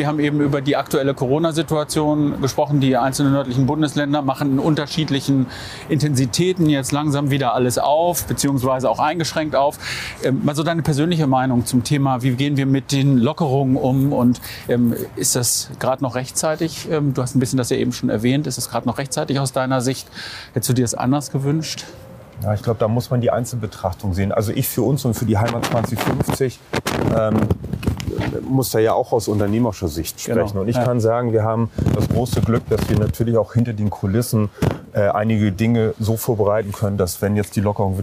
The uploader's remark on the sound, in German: Auf einen Spaziergang. Über die Reeperbahn spaziert.